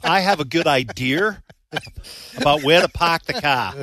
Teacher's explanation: where there is an R in the word, it's silent. And where there is no R, you put one in.